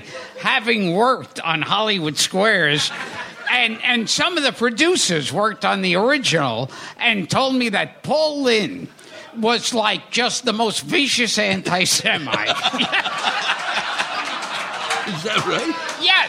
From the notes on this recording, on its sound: In our first live recording at New York City's Carolines comedy club.